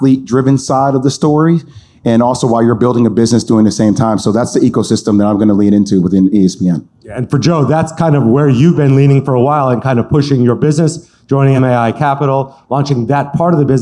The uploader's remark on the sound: Live from the Future Proof Wealth Festival